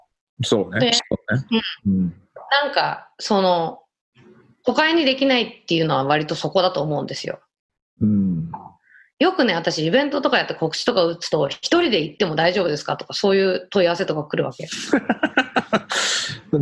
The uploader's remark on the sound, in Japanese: 今回の収録はビデオ会議サービス「ZOOM」を使用し。一部聞き取りづらい箇所があります。